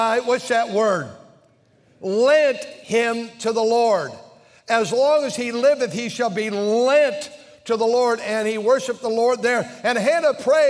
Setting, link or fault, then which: setting, large echoing room